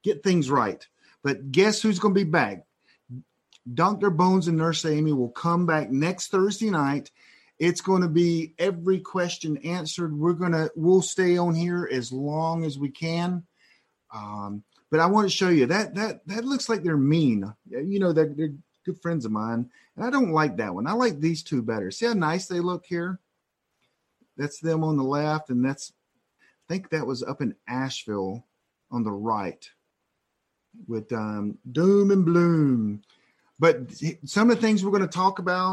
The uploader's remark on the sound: This was a LIVE Webinar that we streamed to members of PrepperNet.